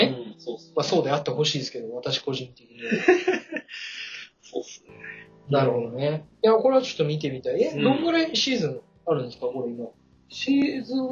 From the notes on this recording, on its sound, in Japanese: 機材の調子が悪く、いつもより音質が悪くなっております。